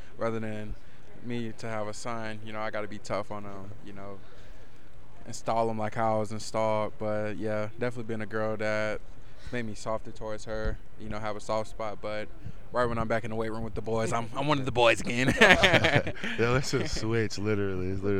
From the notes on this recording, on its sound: live from Big Ten Media Days